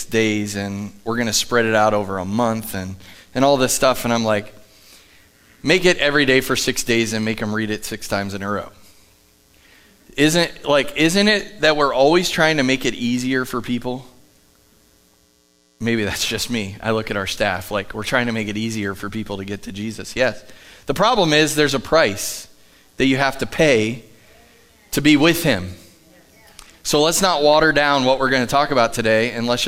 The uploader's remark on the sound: Live from The Summit Church in Dover, OH